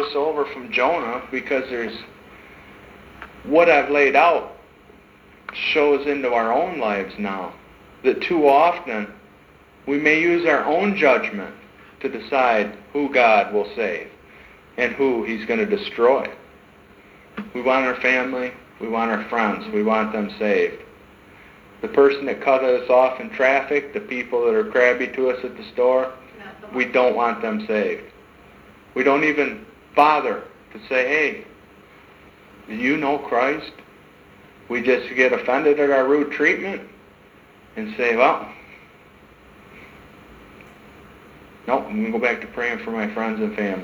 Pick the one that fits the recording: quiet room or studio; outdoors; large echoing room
large echoing room